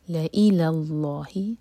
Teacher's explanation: لام لائٹ آگے لام جلالہ ہیوی